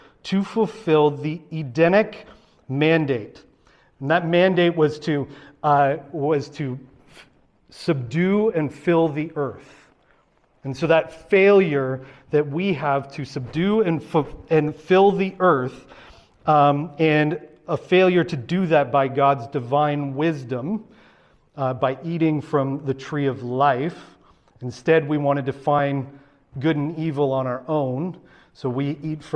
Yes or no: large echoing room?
yes